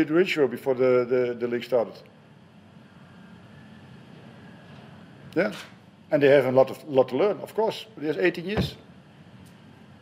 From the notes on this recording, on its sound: Post-Match Press Conference. Hyundai A-League Round 9.